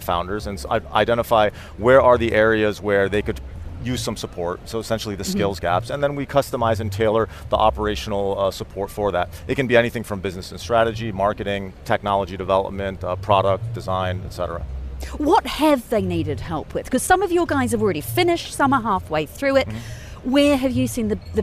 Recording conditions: busy venue